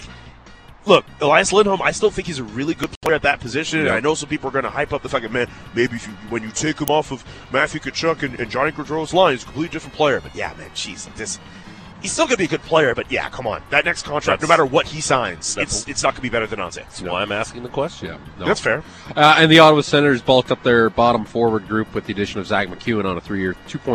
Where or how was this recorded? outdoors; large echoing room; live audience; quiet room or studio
outdoors